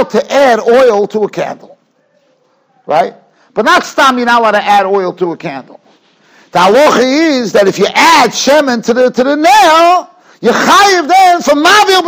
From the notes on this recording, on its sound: Shiur recorded in Yeshivas Ohr Reuven, Monsey, NY.